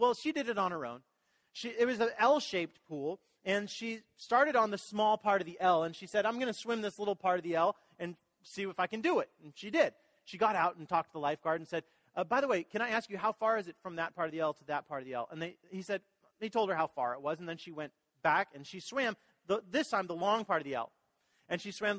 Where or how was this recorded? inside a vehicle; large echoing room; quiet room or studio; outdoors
large echoing room